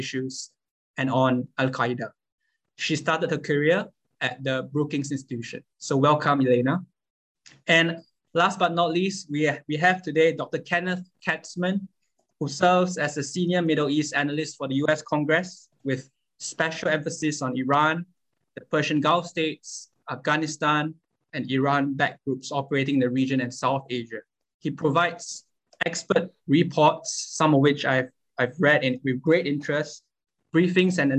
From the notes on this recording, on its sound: This public talk was conducted online via Zoom